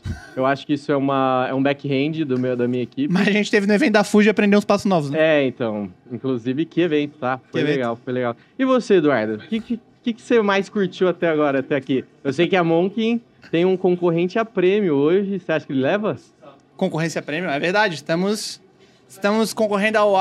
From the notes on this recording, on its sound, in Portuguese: Diretamente do Case ABStartups, gravamos vários episódios incríveis para o De Galho em Galho durante este evento.